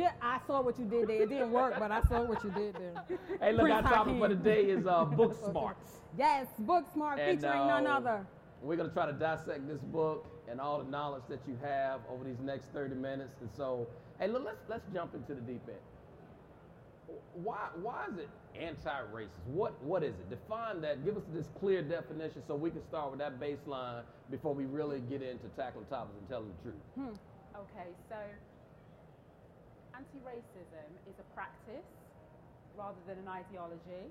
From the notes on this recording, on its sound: This episode is from the live taping of the Multicultural Leadership Development Experience at the 2023 YMCA General Assembly